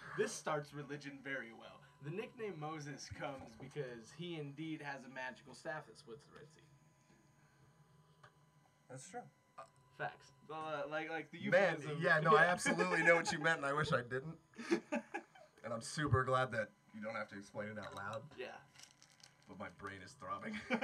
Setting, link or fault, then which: fault, hum or buzz